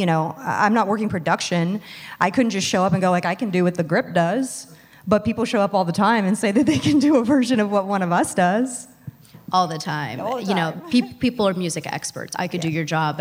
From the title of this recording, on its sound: Live from Midsummer Scream 2022